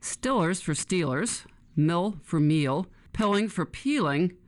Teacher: many speakers relax the E sound before L's